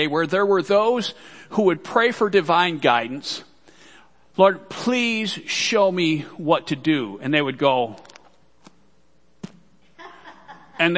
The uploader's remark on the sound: Worship Service - Audio.